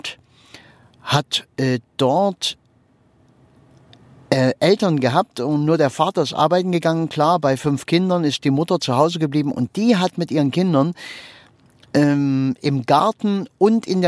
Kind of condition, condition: setting, inside a vehicle